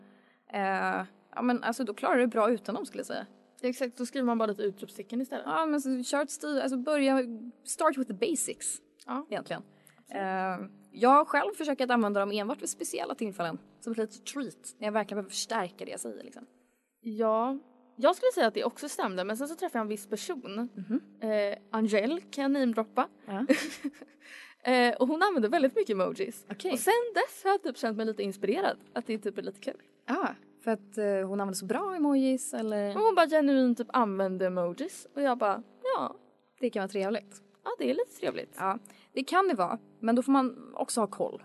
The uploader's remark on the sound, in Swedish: Vi ber om ursäkt på förhand för brus. Och konstigt ljud.